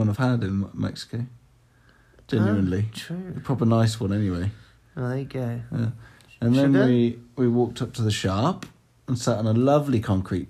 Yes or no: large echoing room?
no